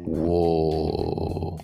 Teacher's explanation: there's not much separation between the O sound and the L sound